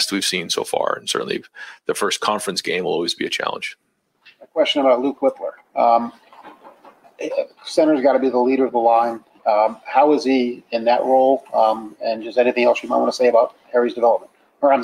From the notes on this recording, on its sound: At the Woody Hayes Athletic Center in Columbus, Ohio. During this news conference.